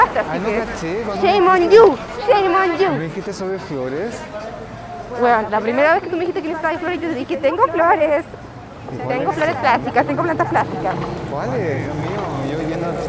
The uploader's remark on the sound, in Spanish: Edición experimental Potocast On tour. Salimos a comprar flores plásticas en la calle Rosas y grabamos la experiencia porque sí.